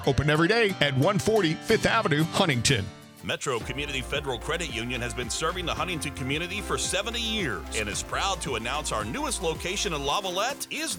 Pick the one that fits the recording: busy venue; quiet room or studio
busy venue